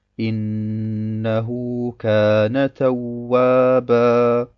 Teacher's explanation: Diesen Mad darf man nicht länger als 2 Harakat ziehen.